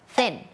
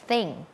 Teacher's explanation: เสียงแรกค่ะเป็นเสียงแบบ unvoicedคือออกมาแค่ลมเราเอาลิ้นเนี่ยมาวางตรงกลางระหว่างฟันบนกับฟันล่าง